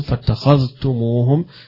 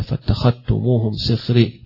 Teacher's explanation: وهذه فيها قراءتان، فاتخذتموهم بعدم الإدغام يقرأها ابن كثير وقرأها حفص عن عاصم، فاتخذتموهم ويقرأها رويس أيضا عن يعقوب، وباقي القراء يدغمون هنا فاتخذتموهم سخري، يدغمون الذال في التاء ويقرؤونها تاء · Shown in: second take